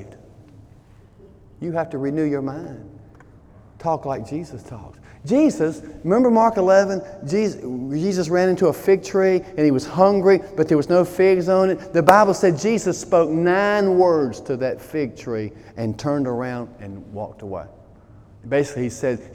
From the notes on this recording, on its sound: During Sunday morning service on May 27, 2018